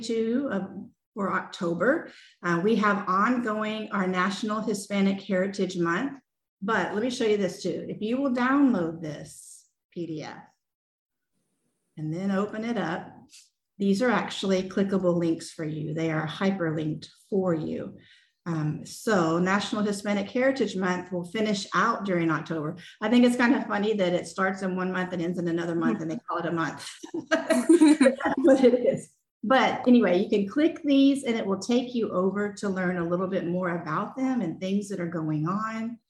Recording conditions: video call